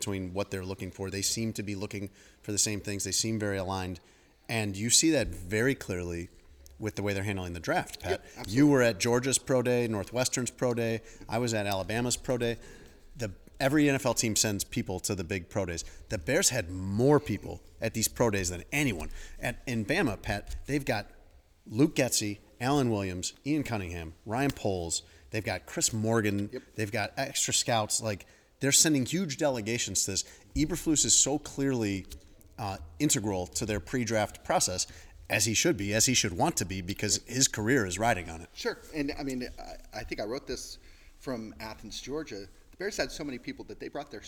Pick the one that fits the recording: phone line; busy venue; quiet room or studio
busy venue